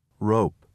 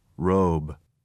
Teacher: Listen to the final voiceless and voiced consonant sounds.